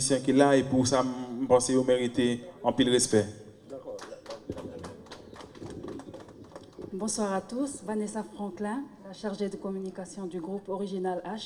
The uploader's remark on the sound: PRESS CONFERENCE IN FLORIDA.